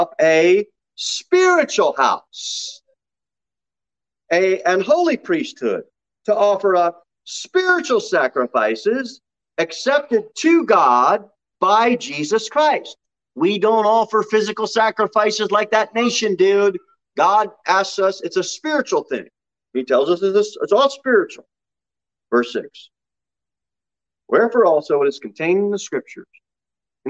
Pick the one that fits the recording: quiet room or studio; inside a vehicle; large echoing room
large echoing room